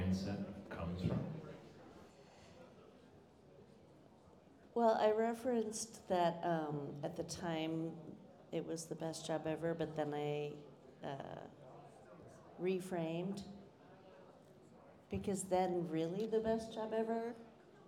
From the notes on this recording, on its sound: This episode was taped LIVE at Venture Cafe Philadelphia in November 2022.